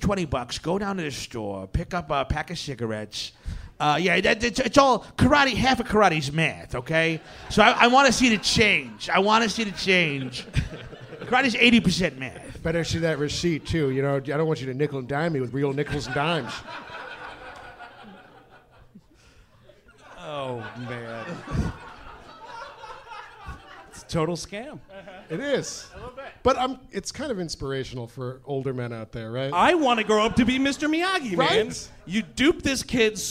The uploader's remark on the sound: Live in Hollywood. LIVE from the Improv in Hollywood, California! Recorded on the most recent leg of tour.